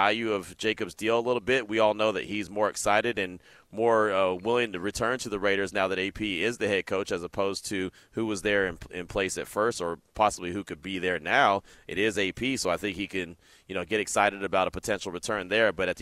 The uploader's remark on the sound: LIVE FROM THE COMBINE